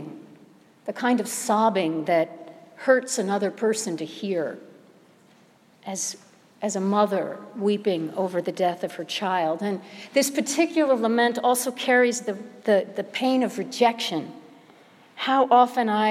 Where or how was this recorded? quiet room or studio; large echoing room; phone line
large echoing room